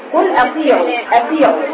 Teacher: خروج الطاء المكسوره تاء وخروج همس في الطاء